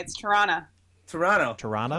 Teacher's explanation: Nobody pronounces the second T. It just kind of trails off. · Term: the Canadian way